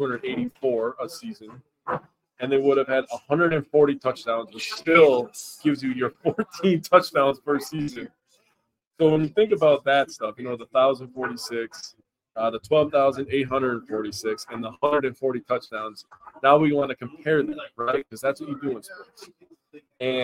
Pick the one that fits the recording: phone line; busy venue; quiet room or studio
busy venue